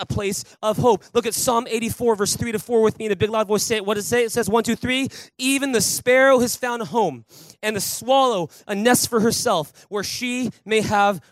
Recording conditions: large echoing room